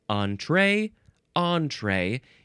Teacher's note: It looks like entree, but it is pronounced entree. Looks like you can you can emphasize either syllable.